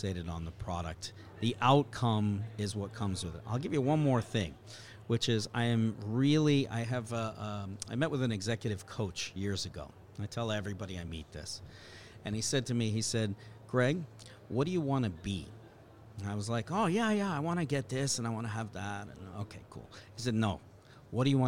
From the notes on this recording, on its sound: Live from Tech Crunch Disrupt in San Francisco